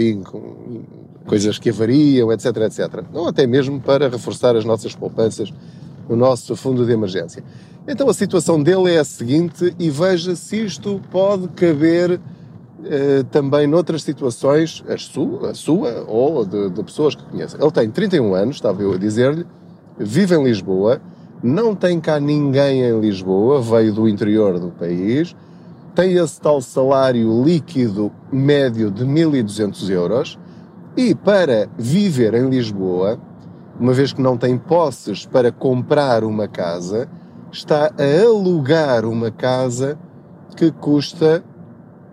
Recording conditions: inside a vehicle